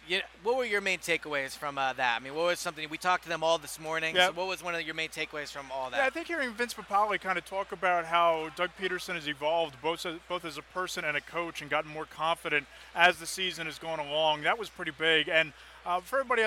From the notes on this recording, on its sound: Recorded from Radio Row at Super Bowl 52